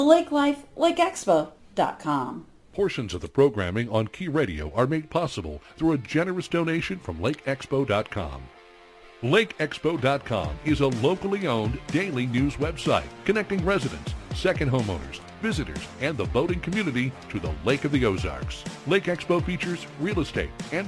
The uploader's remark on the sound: we fielded phone calls from the listeners